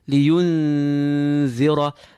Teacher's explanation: prepare for the dhal whilst pulling the noon, giving the impression that the dhal is covering the noon, hence the name ikhfa, which means to cover.